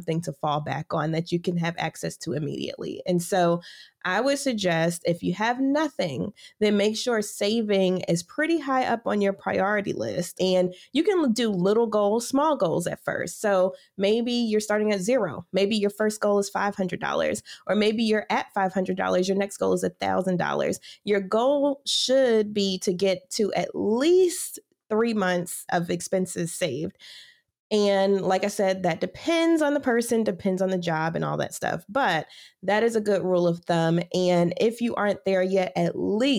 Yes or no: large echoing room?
no